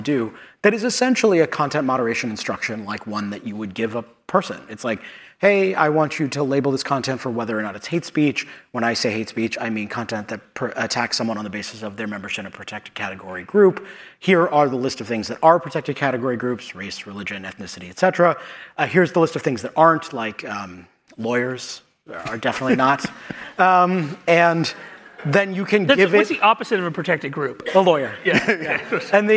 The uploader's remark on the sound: Hosted by the William and Flora Hewlett Foundation Cyber Initiative and Aspen Digital, Verify 2023 brings together journalists and cyber and tech policy experts to discuss critical issues in cybersecurity. For this live recording of the Lawfare Podcast.